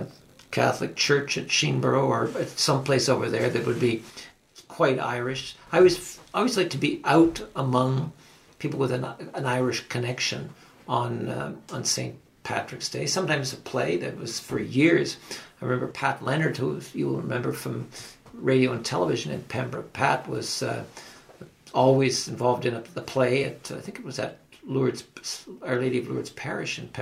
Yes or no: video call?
no